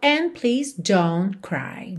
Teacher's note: de novo aqui você não ouviu o D do and